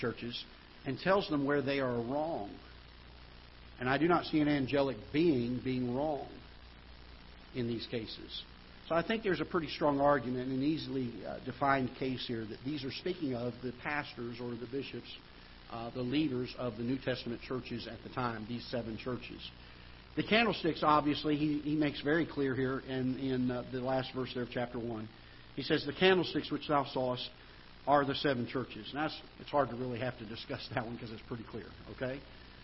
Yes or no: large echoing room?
yes